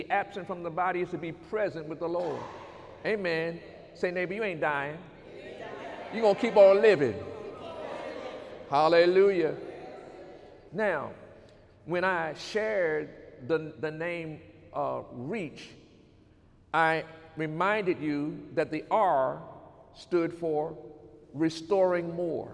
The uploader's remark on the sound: During Sunday morning service on October 8, 2019.